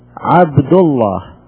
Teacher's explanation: وكذا لام الله إذا كان قبلها ضمة أو فتحة، إذا كان قبل لفظ الجلالة ضمة عبد الله تفخم اللام، أو قبل لفظ الجلالة فتحة عبد الله، أما إذا قبلها كسرة لا تفخم، مررت بعبد الله. · Term: لام التفخيم